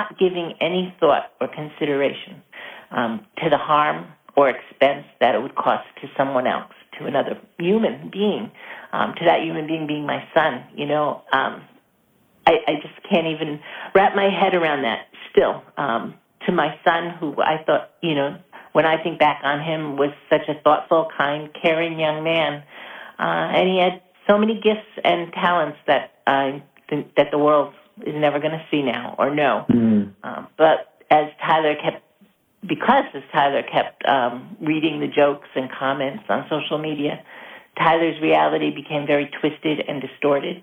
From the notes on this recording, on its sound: via telephone